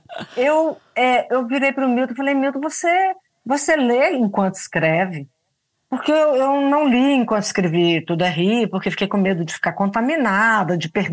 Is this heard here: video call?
yes